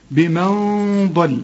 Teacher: هنا الغنة هنا مفخمة، ليه؟ علشان الضاد مفخمة.